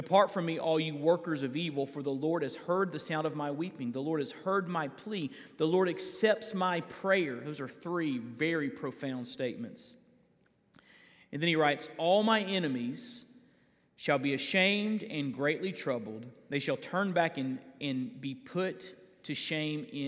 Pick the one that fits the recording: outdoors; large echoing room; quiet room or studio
large echoing room